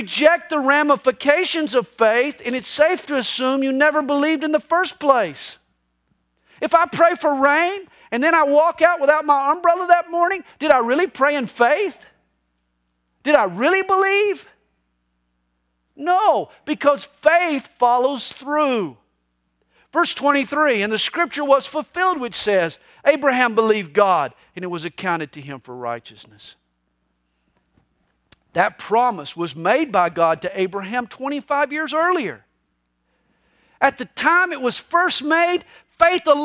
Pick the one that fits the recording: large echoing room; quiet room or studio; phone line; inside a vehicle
large echoing room